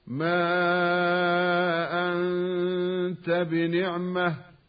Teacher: والنون قبل التاء تخفى مع بقاء الغنة ويسمى إخفاء حقيقيا. بنعمة رسمت بالهاء ويوقف عليها للجميع هكذا، ما أنت بنعمة، لأنها ليست من المواضع التي رسمت في المصاحف بالتاء.